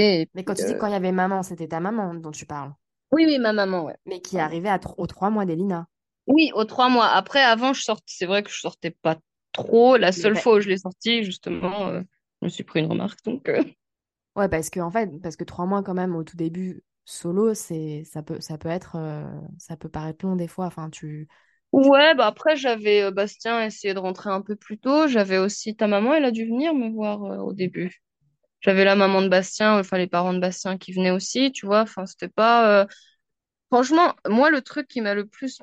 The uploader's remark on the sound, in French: Cet épisode a été enregistré en distanciel